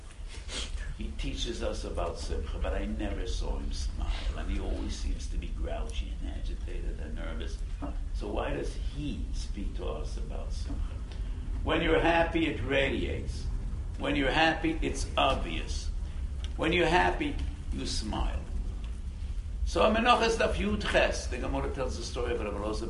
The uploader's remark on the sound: Delivered to mechanchim at DRS Yeshiva in New York.